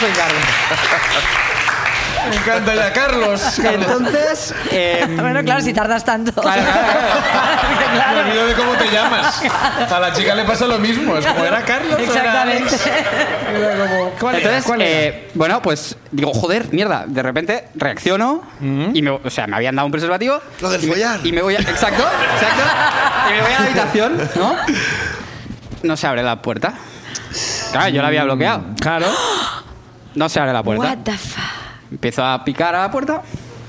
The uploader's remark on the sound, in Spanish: Nos pone un audio de whatsapp contando el horror que sucedió en su casa. El público sube a compartir historias.